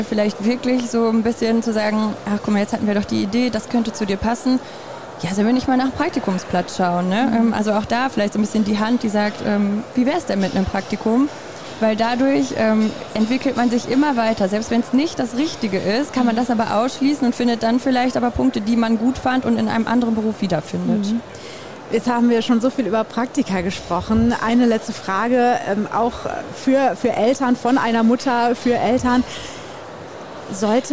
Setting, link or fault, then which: setting, busy venue